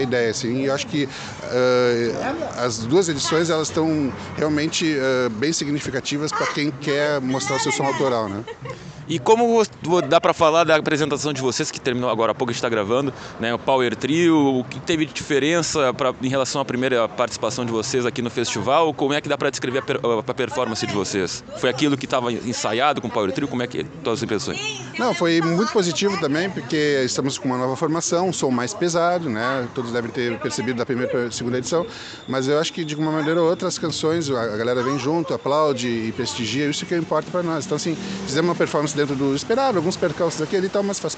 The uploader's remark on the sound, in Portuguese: mostra os bastidores do 2° Festival Nós Na Fita de Música Independente, realizado no último sábado (1) no Caos Bar, em Porto Alegre/RS